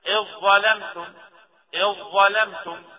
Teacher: الذال الساكنة وراء ظاء بتدخل في حرف الظاء ويكون حرف الظاء مشدد · Term: إدغام المتجانسين